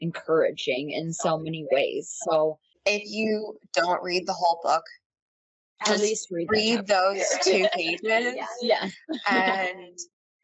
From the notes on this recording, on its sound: We made a terrible error in the recording of this episode, and the audio is less than stellar. You'll notice there are sections we have re-recorded for the sake of your ears, but we didn't re-record the whole thing.